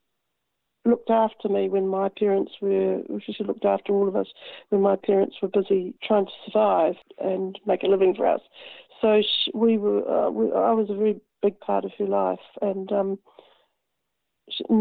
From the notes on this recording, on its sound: Recorded in the first days of the New Zealand Covid19 Lock down. Following all the rules interviews contacted over the telephone.